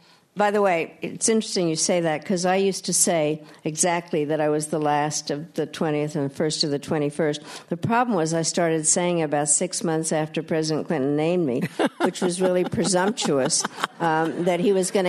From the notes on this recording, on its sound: We take you inside the Q&A session of RJ Julia's recent live event. At the Yale School of Management.